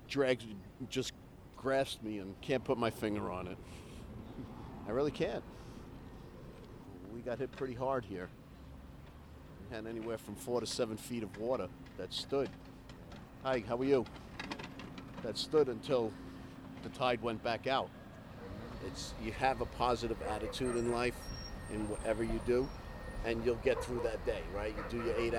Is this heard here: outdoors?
yes